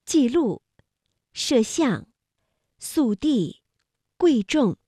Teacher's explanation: 在去声音节之前则由全降变成半降，调值由51变成53